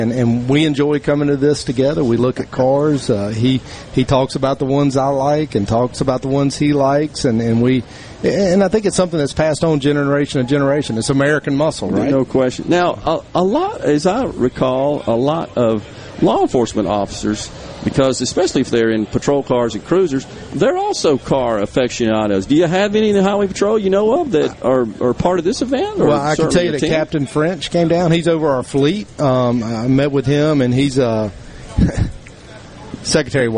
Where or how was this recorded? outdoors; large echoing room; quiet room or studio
outdoors